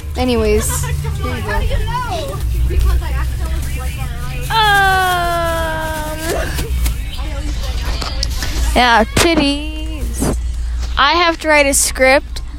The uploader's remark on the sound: Recorded on a bus.